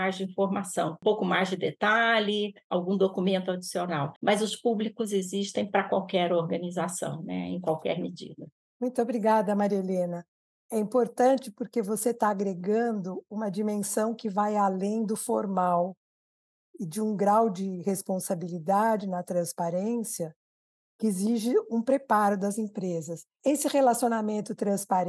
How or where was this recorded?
video call